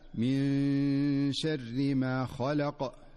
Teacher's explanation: فالنون الساكنة في من جاءت قبل الشين فتخفى النون · Term: الإخفاء